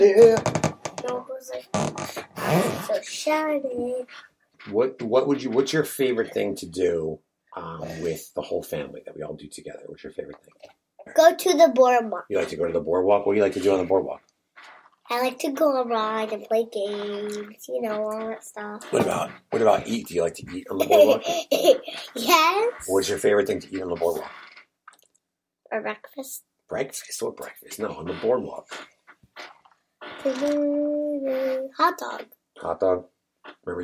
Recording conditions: sounds in the background